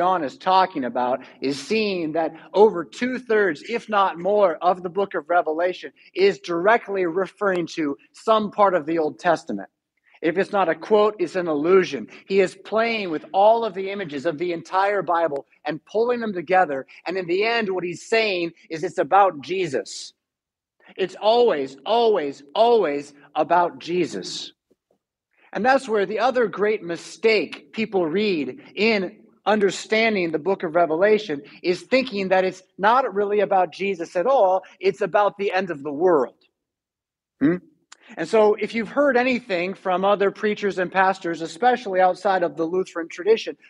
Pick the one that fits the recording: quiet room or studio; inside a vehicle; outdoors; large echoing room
large echoing room